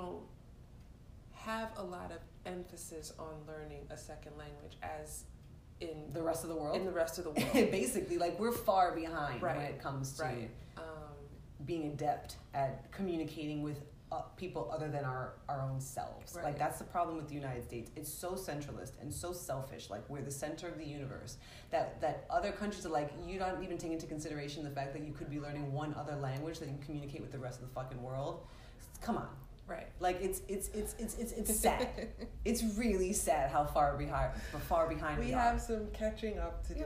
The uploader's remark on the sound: Apologies for the audio and some of the very New York City sounds heard in the background